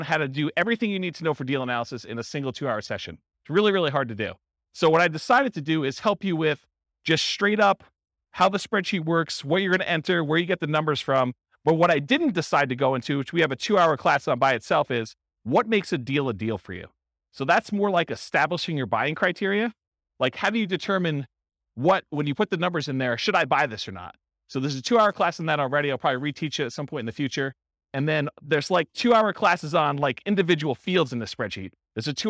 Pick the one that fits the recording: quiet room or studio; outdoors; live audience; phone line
live audience